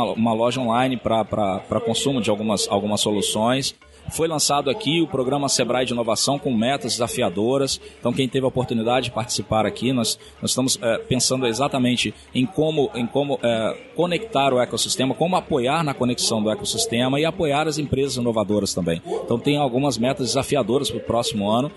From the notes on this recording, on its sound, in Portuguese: Episódio gravado no evento "Sebrae - Circuito Startup Summit Espírito Santo".